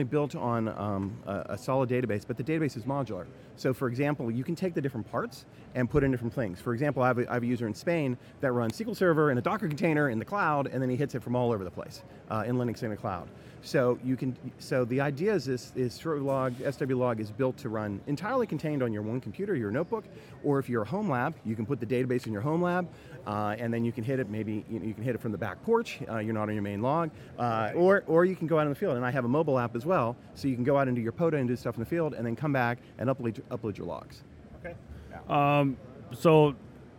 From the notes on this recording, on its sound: Huntsville Hamfest Live. Live interview.